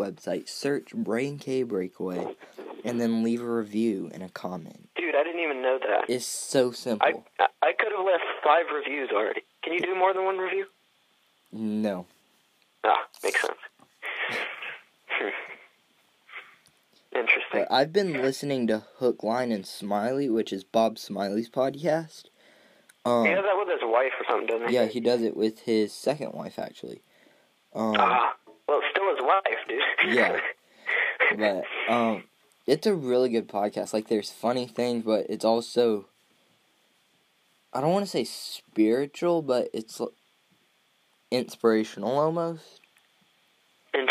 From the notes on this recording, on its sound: via telephone